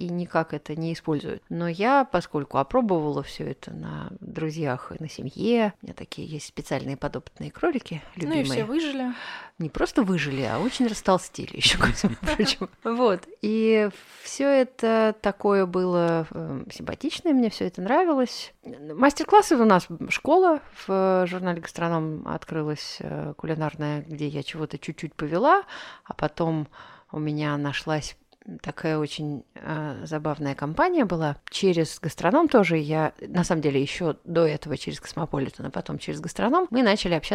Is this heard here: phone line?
no